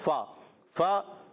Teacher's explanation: فا کا مخرج اوپر والے دانتوں کے کنارے جب نیچے والے ہونٹ کے تر حصے سے لگتے ہیں تو ادا ہوتا ہے